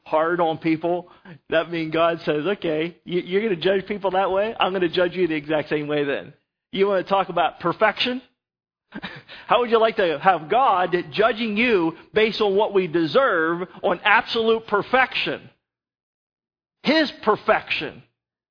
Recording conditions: large echoing room